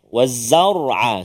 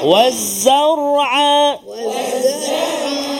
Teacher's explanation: Wan nakhla waz zar'a. Ra sukun sebelum dia baris atas. Maka dia ketebalan dia tu ada.